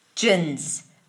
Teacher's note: For the word origins, after the r, you just move into jins, jins. A j sound, a schwa, an n, jin, and a z, jins.